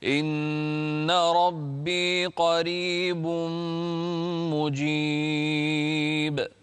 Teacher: هنا الراء مرققة لأنها مكسورة